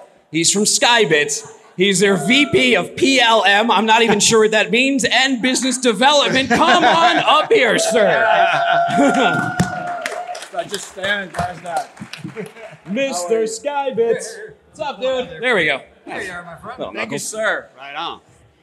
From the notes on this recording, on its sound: from day 2 of The Future of Supply Chain in Northwest Arkansas